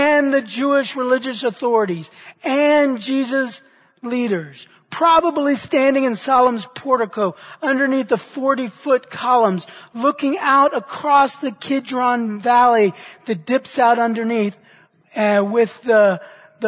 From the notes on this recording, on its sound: Which he preached at the Church at Brook Hills.